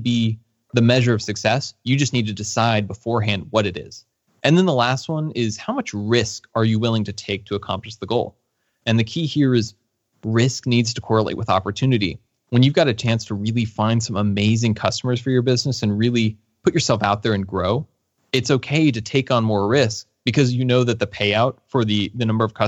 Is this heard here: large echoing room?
no